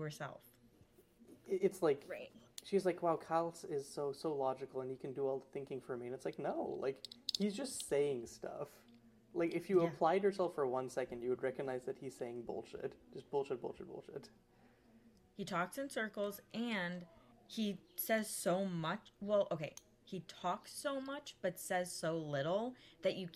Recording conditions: uneven or low level